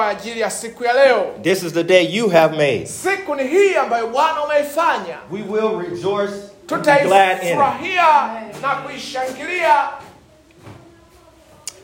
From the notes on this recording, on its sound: This is a recorded message. Preached at Tanzania Assemblies of God in Zanzibar.